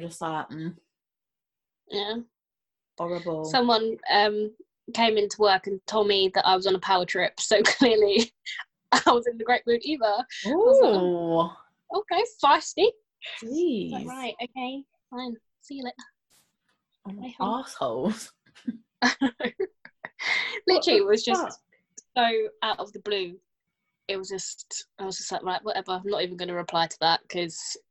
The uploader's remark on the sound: We are still practicing social distancing so if the audio isn’t the best, we can only apologise.